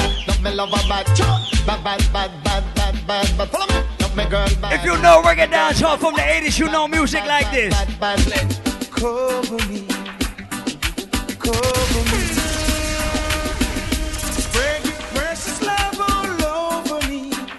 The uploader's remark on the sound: LIVE AUDIO: ISLAND SATURDAYS 90s VS 2000s BASH